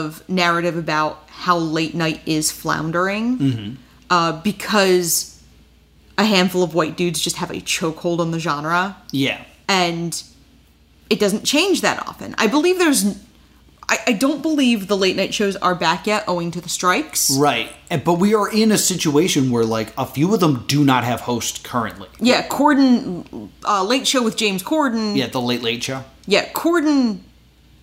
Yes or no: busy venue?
no